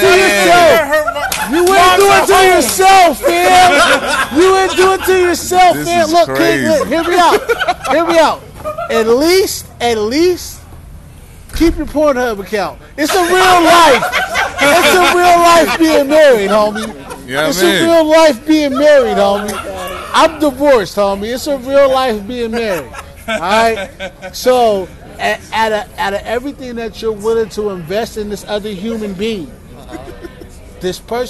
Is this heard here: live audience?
yes